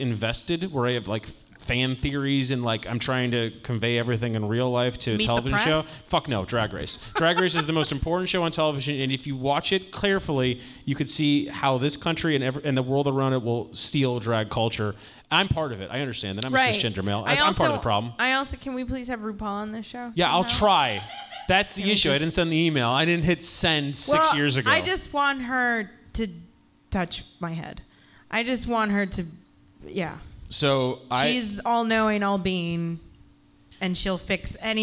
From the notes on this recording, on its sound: Live at The Hungry Brain. The Hungry Brain for venue Chicago for city.